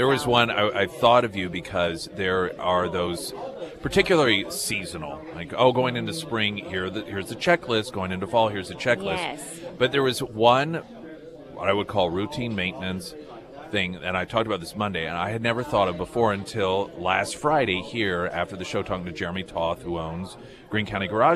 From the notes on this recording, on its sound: live at Scramblers Diner